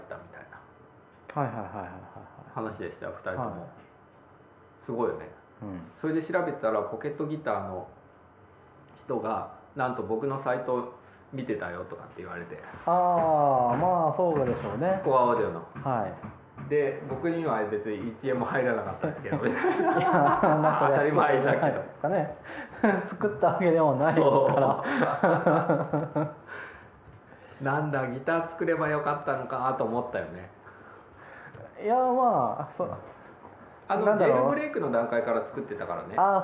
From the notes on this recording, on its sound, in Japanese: レコーダーの問題で謎のノイズが乗ってしまったので、ひどい部分半分ぐらいカットになってしまいました + 音質が少し悪くなっています。